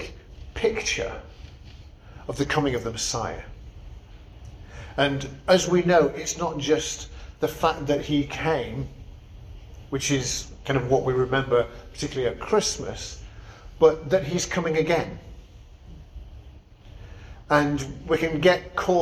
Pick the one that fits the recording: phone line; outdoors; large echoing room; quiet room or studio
large echoing room